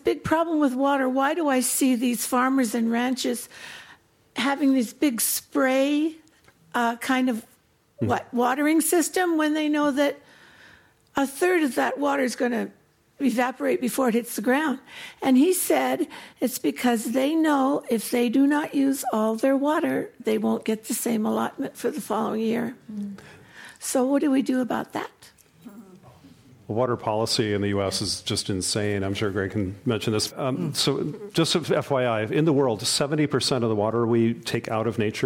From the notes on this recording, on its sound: This program was recorded in front of a live audience at The Commonwealth Club of California in San Francisco on July 11, 2019.